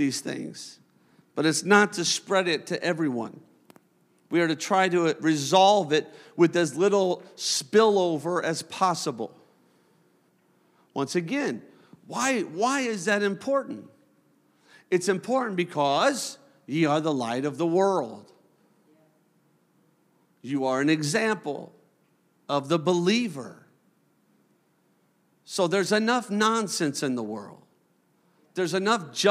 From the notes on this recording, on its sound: A service recording from Connect Point UPC.